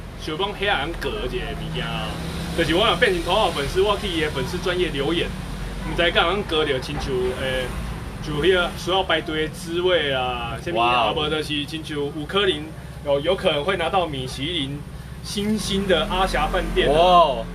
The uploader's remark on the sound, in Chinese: 錄音機沒收到聲音…錄音地點：牽咖啡。